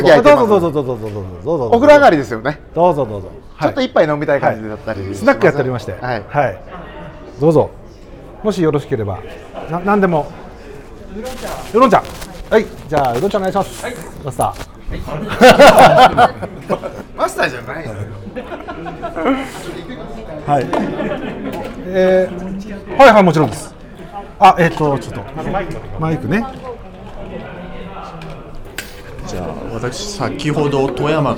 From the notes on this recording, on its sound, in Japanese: 万平蒸祭 in ホテルマント富士 でスナック濡れ頭巾を行った際の公開収録。